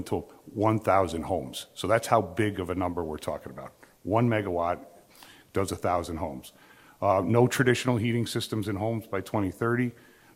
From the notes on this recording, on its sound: The first panel discussion from Empire Center's energy event.